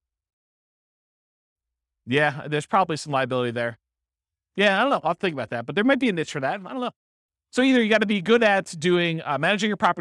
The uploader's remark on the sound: This was a live class recorded